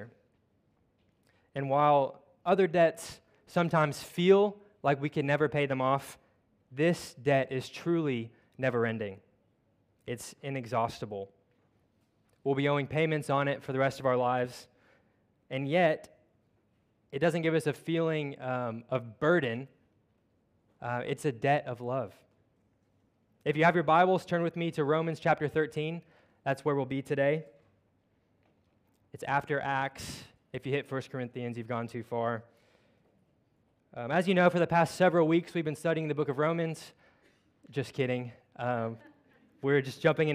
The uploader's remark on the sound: at Covenant Hope Church in Dubai, UAE on Jan 01, 2023